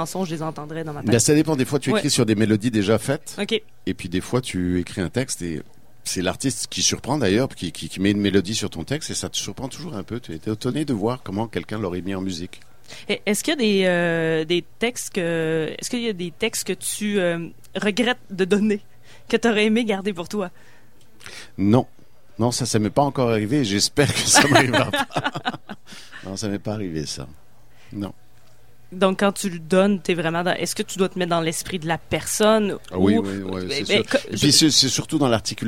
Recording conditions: busy venue